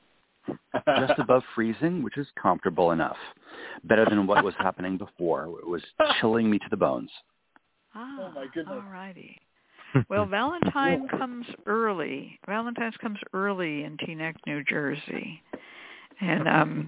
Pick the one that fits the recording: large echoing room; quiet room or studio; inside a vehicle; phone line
phone line